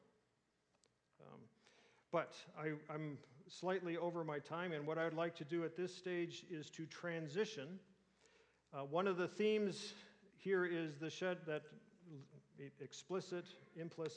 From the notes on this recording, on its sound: answers audience questions.